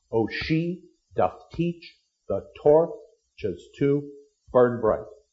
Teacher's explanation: 5 feet in the line. The basic pulse, short, long, short, long, short, long, short, long, short, long. · Term: iambic rhythm